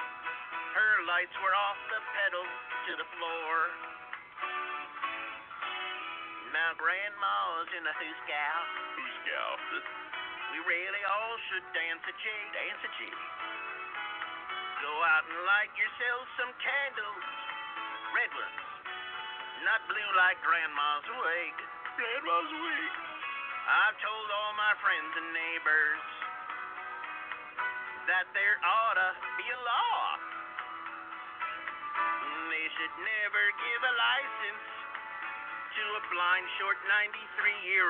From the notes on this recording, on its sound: along with live calls and guests